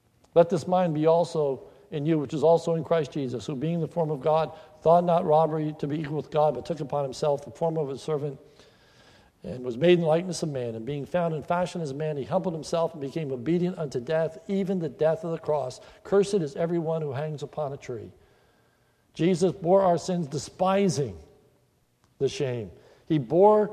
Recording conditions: large echoing room